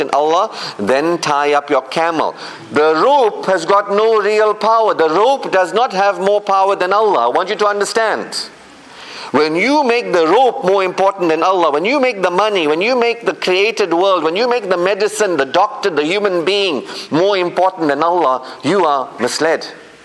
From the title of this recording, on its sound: Jumu'ah Lecture 48 - Ottery Mosque